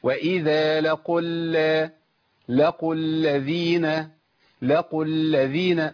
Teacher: الذين في همزه وصل ولام مشدده، فانتقل من القاف المضمومه الى اللام المشدده